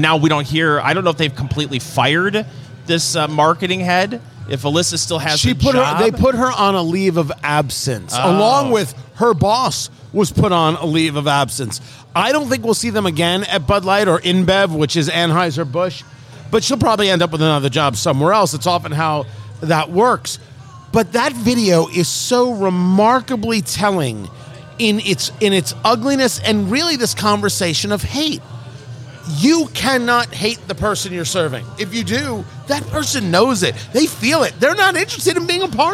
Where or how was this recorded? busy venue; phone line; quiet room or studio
busy venue